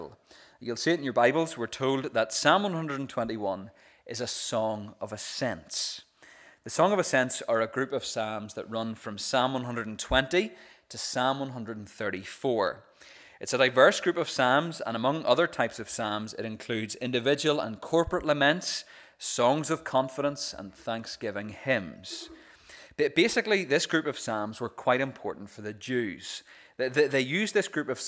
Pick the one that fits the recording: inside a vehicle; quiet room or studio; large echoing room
large echoing room